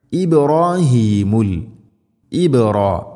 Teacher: ബാഇനെ ഖൽഖല ചെയ്യണം, അത് ശരിക്കും കേൾക്കണം